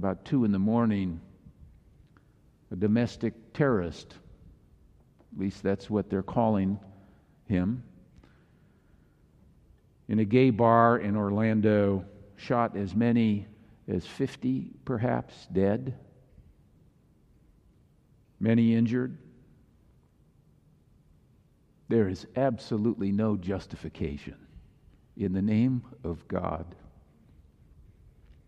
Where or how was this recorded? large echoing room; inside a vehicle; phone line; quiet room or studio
large echoing room